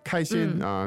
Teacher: it's two first tones